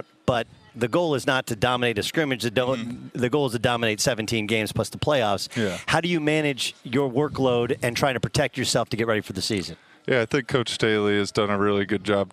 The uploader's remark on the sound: live from the Los Angeles Chargers trainign camp!